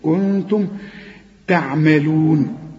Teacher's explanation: النون بعدها التاء والتاء من حروف الإخفاء اخفي